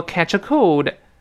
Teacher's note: catch 跟呃连读变成 catch 啊